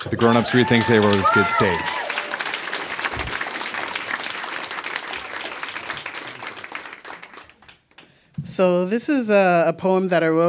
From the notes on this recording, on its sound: Recorded live at Yuk Yuk's in Ottawa.